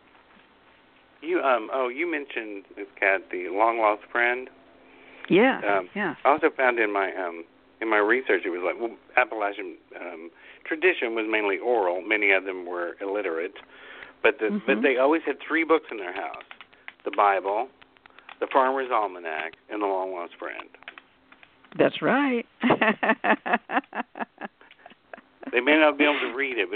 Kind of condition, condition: link, phone line